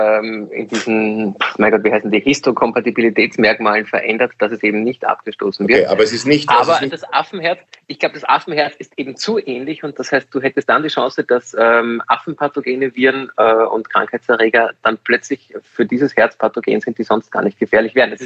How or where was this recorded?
video call